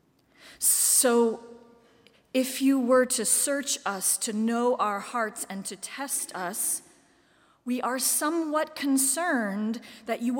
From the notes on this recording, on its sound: Live stream from the sanctuary of Mayflower Congregational UCC Church in Oklahoma City.